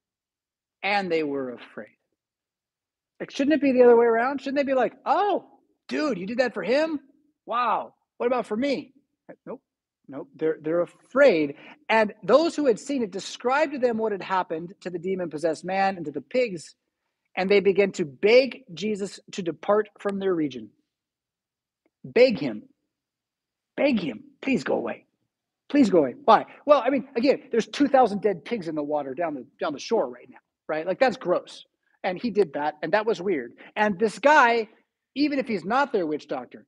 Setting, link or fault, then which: setting, large echoing room